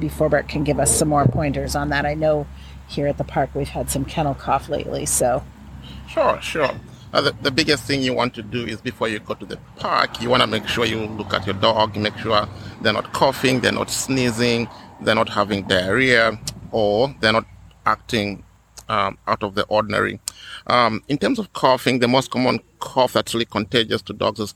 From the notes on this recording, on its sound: Today we recorded at the Dog Park!